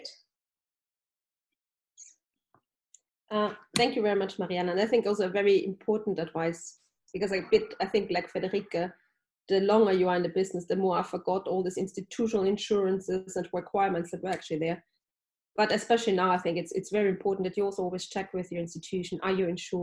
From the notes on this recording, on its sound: This podcast is a recording of the NORTIA webinar